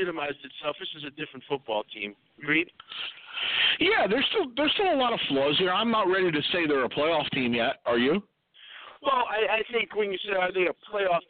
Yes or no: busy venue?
yes